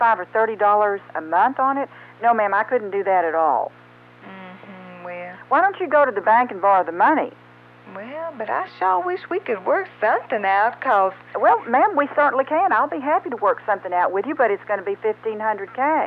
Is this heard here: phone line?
yes